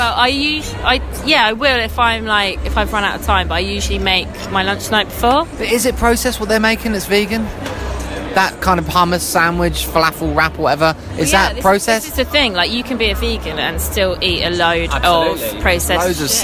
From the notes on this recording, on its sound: live from the Fortnum & Masons bar at The Royal Exchange in the City of London